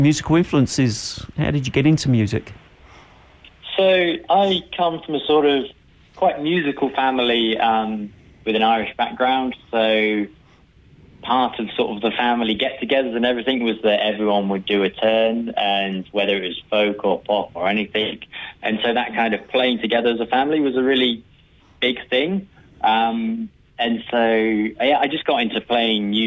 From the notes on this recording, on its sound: LIVE on the phone.